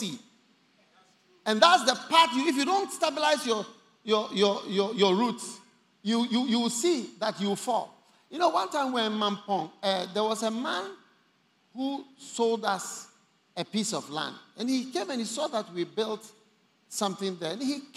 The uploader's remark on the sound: Preached at The First Love Experience Service, First Love Center. Accra.